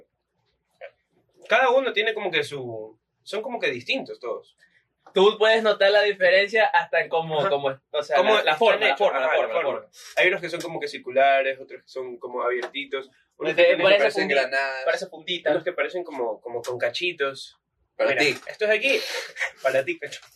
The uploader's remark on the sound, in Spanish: Sorry la calidad del audio no somos ingenieros en sonido, somos unos pendejos xd.